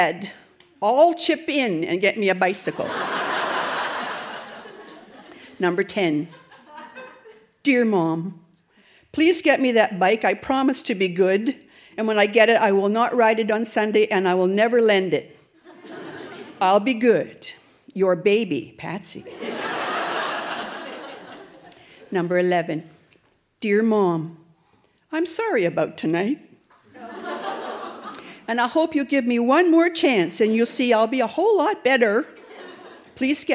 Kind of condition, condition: setting, live audience